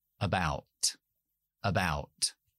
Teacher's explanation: Ahí tengo una sílaba que acentúo pero la schwa al principio no. Lo digo rápido, corto, seco, a, uh, sin mover la boca.